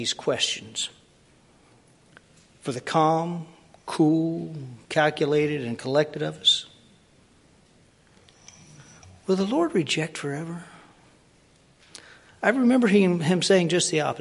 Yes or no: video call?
no